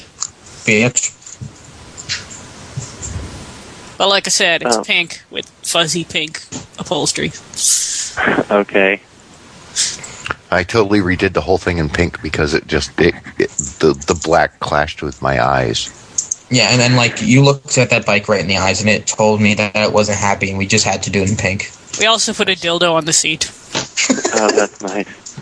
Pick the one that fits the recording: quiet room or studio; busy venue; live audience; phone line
phone line